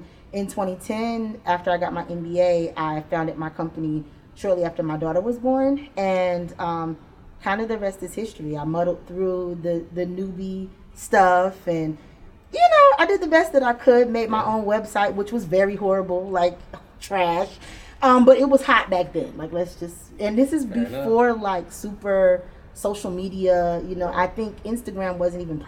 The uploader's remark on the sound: the main interview audio didn't record properly, but we had an extra mic set up to record and that's what you hear!